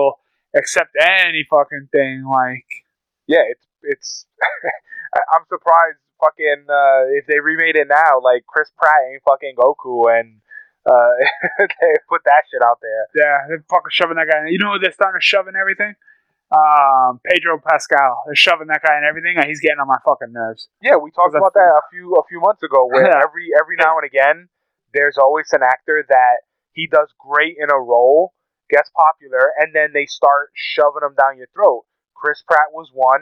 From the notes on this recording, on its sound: Excuse the audio its a tad muffled but we didn't want to waste this episode!